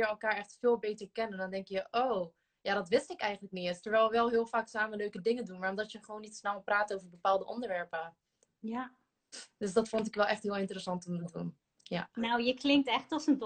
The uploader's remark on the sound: Instagram Live